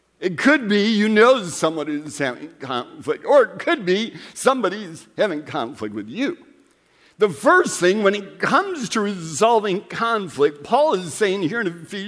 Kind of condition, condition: setting, large echoing room